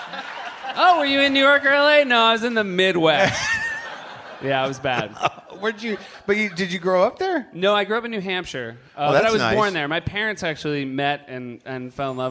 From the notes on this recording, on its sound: Recorded live at The Bell House in Brooklyn.